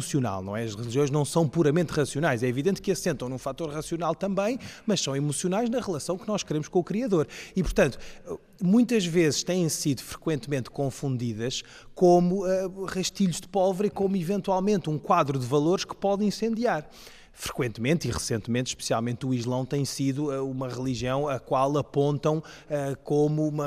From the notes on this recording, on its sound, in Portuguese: Programa gravado na Igreja de Nossa Senhora do Livramento na Sobreda da Caparica. Perguntas do públi.